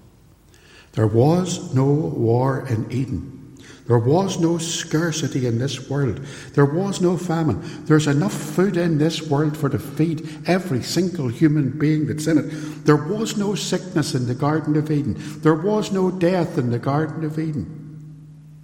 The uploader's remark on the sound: This sermon was recorded live at Templepatrick Reformed Church and is reproduced here with their permission.